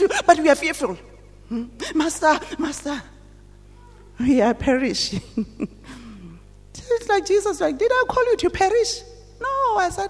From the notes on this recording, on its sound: at GTCFC City Campus at the morning service